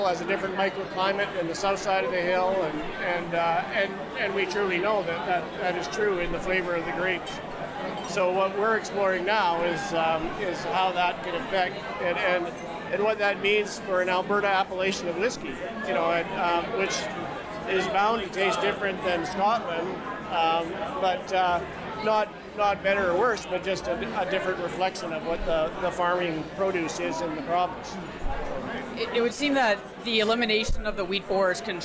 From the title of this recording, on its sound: Bonus Live Interview Audio from TasteTECH